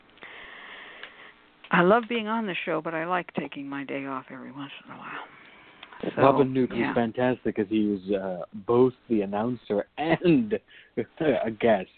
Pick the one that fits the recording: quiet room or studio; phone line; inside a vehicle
phone line